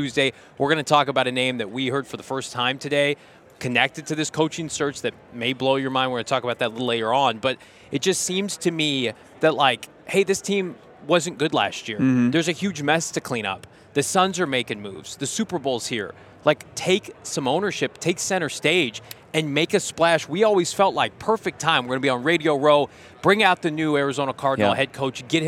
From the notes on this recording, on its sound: LIVE from Radio Row